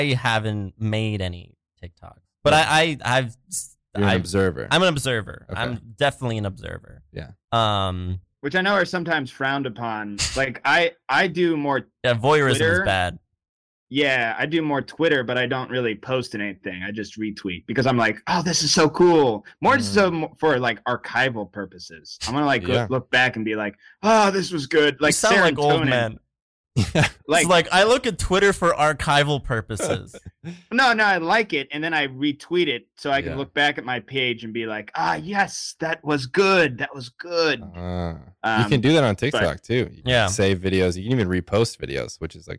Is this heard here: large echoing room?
no